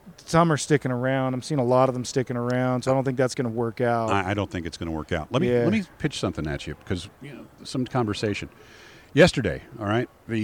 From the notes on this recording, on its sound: Live at the Vegas Shoot. Live in Las Vegas!